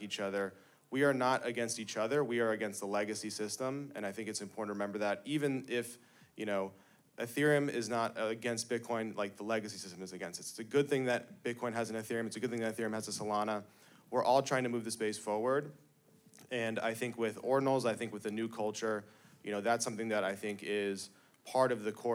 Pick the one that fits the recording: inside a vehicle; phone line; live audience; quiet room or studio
live audience